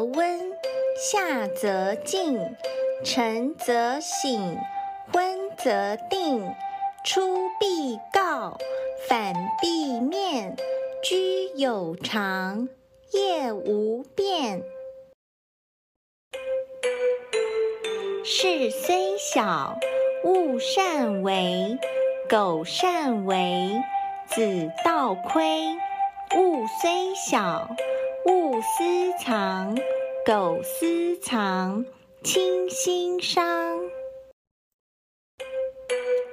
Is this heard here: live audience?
no